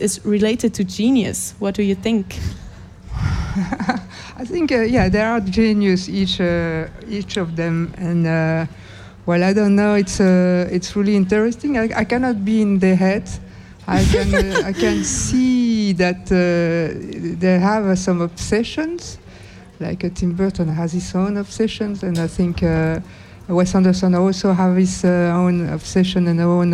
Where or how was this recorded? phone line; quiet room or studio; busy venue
busy venue